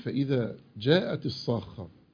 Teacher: الأولى مد واجب أربع حركات والتانية مد لازم، يبقى الأولى مد واجب اللي هو أربع حركات بالضبط اسمه مد متصل، التانية مد لازم ستة حركات تمام كده يبقى ستة، فتجيب أربعة وستة ما ينفعش يبقوا الاتنين قد بعض.